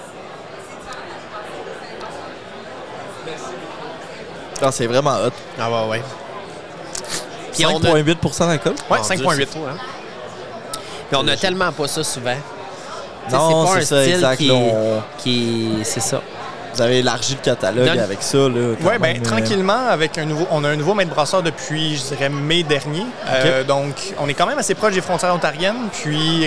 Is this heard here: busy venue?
yes